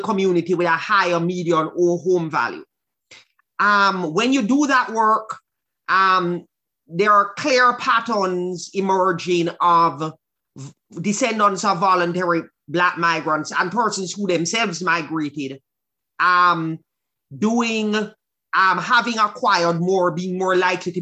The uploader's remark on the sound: held a virtual panel discussion